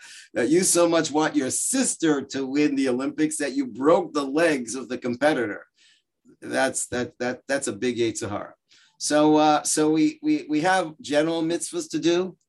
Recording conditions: video call